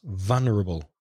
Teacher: So the stress is on the first syllable in English.